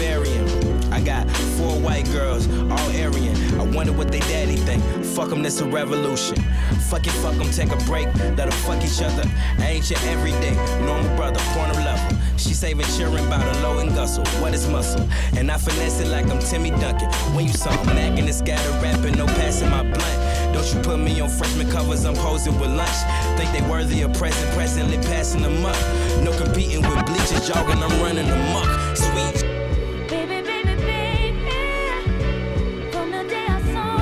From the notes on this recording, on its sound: Originally broadcast live on May 10, 2018 from the storefront of Kinfolk 90 in Williamsburg, Brooklyn, New York City.